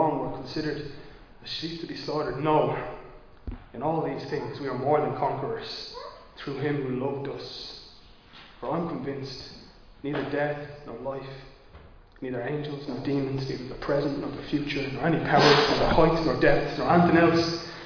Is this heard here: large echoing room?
yes